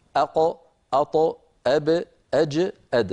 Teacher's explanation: نقول لا يا أخي، صفات الحروف كلها، صفات الحروف كل صفات الحروف في الساكن والمتحرك على السواء، إلا أنها في الساكن أوضح، ما عدا صفة القلقلة لا تكون إلا حالة السكون، أق أط أب أج أد، هذه الخمسة عند سكونها كانت العرب تنطقها مهتزة